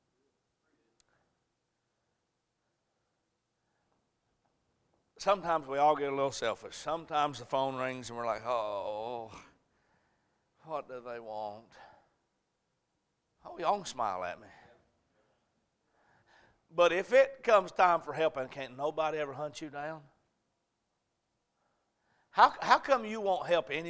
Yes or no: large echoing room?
yes